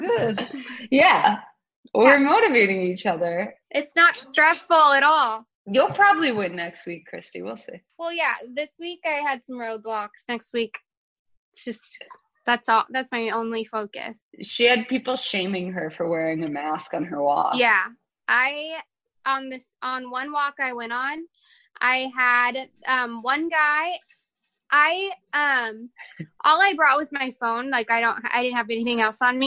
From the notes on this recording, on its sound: Beset by technical difficulties